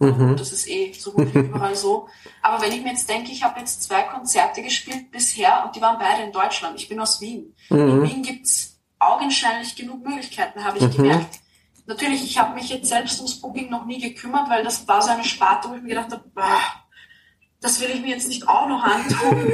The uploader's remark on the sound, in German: Und wir müssen uns vorauseilend entschuldigen für die Soundqualität.